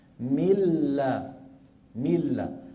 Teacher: طيب الآن الإدغام بغير غنة بالنسبة للنون من لدنه، طبعا لا يبقى من النون شيء، تتحول النون بجزئيها، جزءها اللساني وجزءها إيش الخيشومي، يتحولان إلى لام